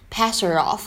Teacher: 当中这个字母 H 的发音呢，就感觉它没有读出来 · Term: 击穿爆破